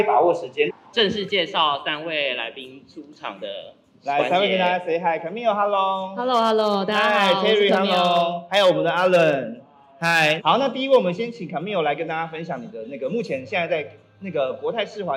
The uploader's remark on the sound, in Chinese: 本集節目首度實體化，以小聚交流形式呈現的現場錄音！因為現場收音的關係，音質還請多多包涵。